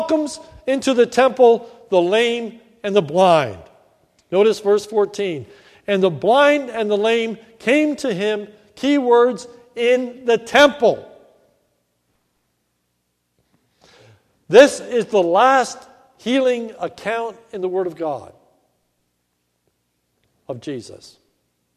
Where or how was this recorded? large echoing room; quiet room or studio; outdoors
large echoing room